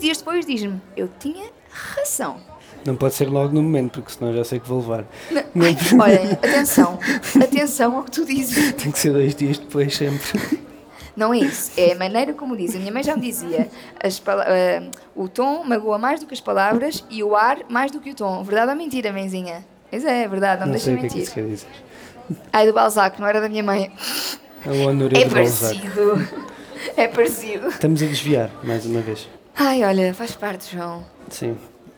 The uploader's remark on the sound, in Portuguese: Ao vivo na Cidade do Zero 2023